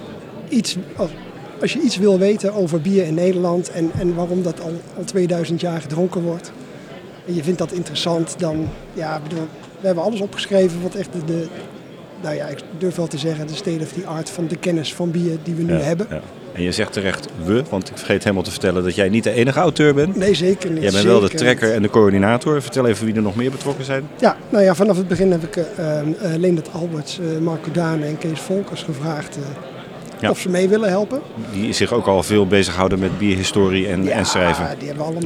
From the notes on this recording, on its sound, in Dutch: Dutch Craft Beer Conference 2024. Tijdens de 8e Dutch Craft Beer Conference (1 februari 2024) in Den Bosch.